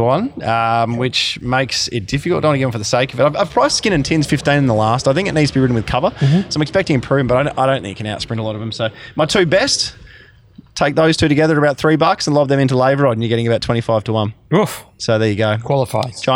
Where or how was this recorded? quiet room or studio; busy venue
busy venue